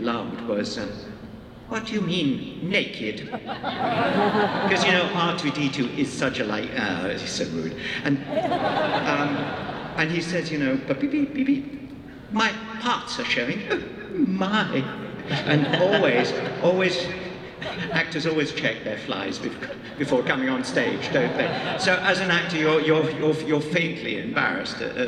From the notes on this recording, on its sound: Here's content from my camera during Star Wars Celebration 2019. This was at the 20th anniversary The Phantom Menace Panel.